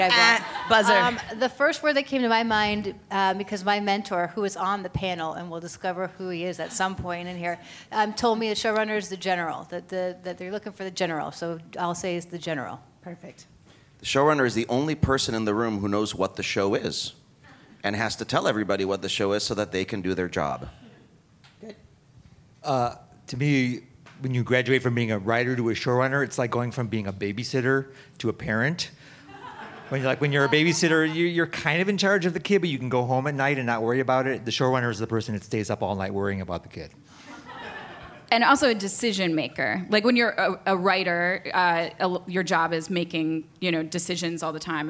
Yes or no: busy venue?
yes